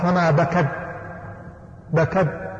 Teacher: نقول التاء هنا فيها همس، لو لم تهمس ما خرج حرف التاء يخرج صوت فقط.